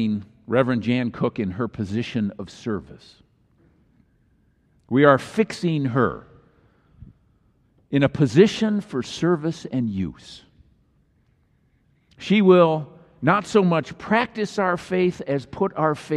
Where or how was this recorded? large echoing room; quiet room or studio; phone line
large echoing room